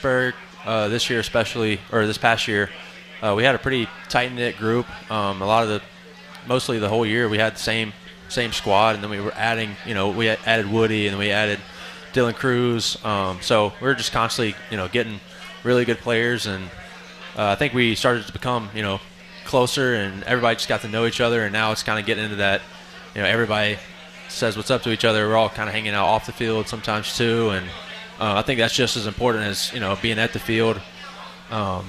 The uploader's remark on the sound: Live from Duffy's Sports Bar & Grill. Nats Spring Training Live!